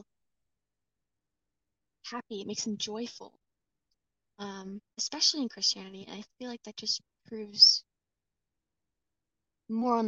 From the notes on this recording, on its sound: I desperately need a new mic